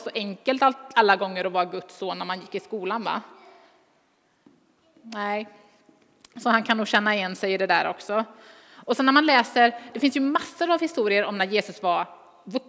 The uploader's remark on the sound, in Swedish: Inspelning från Immanuelskyrkan Skövde.